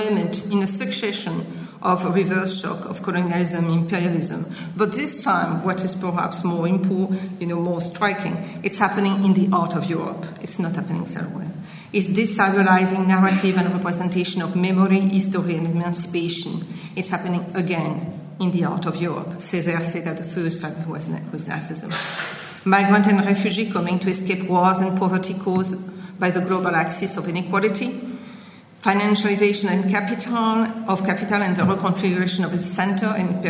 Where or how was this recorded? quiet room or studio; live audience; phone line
live audience